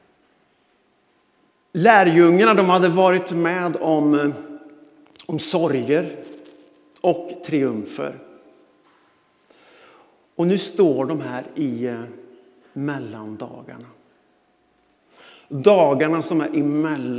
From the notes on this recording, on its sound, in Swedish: Inspelning från Immanuelskyrkan Skövde.